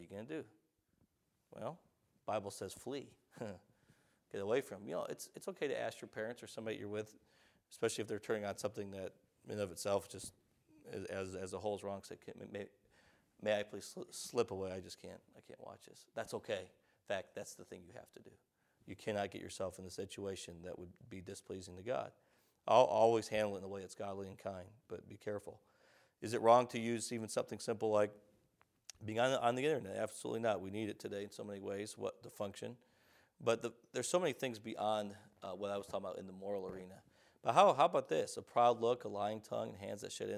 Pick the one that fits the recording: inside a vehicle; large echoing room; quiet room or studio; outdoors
large echoing room